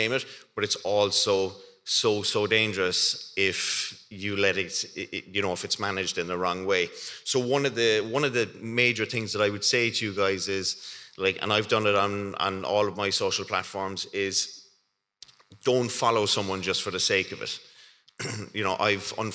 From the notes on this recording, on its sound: Key note from the taste of west cork food festival